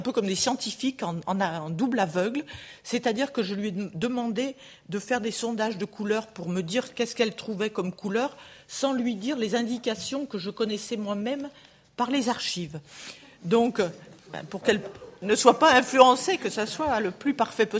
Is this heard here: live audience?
yes